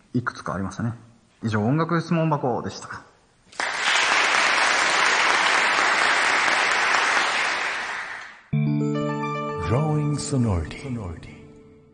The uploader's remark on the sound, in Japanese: 常翔ホール公開収録。